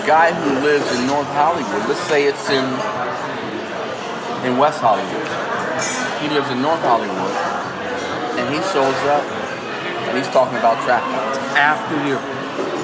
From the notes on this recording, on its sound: We caught up after that first gig we played together over some grub in Vegas. Please forgive the background noise.